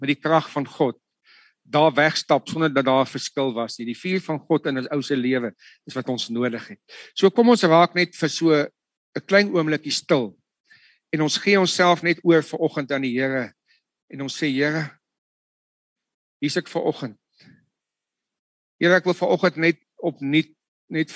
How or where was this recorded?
video call